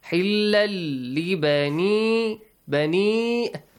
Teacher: Without any nasal sound, just move on. Join them, that's all.